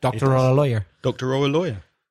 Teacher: we would tend to squeeze them all together in connected speech, and it sounds like one word